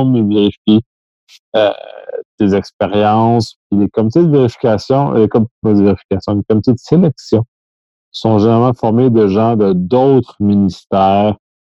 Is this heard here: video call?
yes